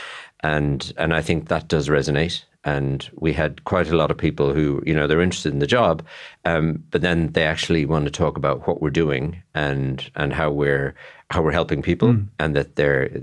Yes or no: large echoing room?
no